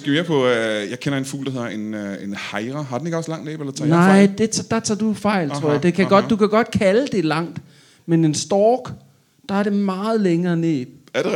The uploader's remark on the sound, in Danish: LIVE fra Mojos Blues Bar.